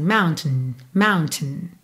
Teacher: Normalmente, quando você ouvir alguém falando a palavra mountain, essa segunda sílaba fica bem mais pra dentro, assim, mountain, mountain, tá? Muitas vezes do T já vai pro N, mountain.